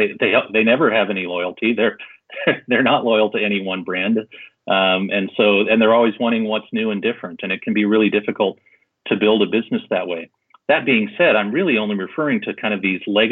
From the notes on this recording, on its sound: We caught up with him by phone